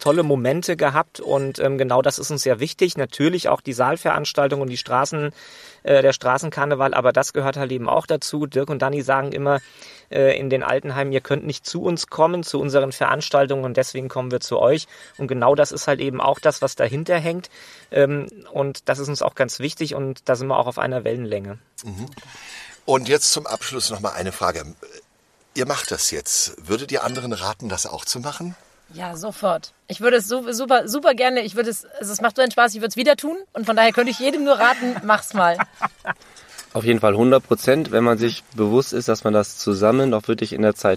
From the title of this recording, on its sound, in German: Live aus dem Prinzenmobil